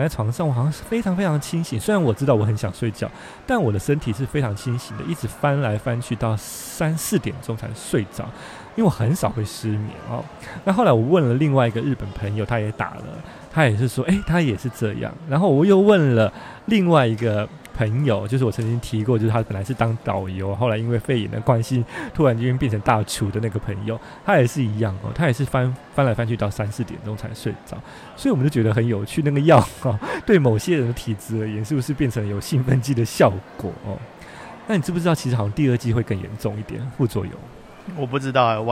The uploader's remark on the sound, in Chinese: 另外在台場現場收音的部分，今天播出下集。